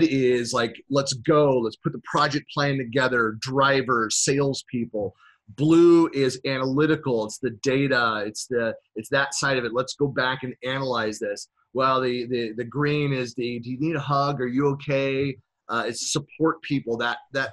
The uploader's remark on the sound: Virtual keynote presented in January 2019 for SharePoint Saturday Virginia Beach (#SPSVB)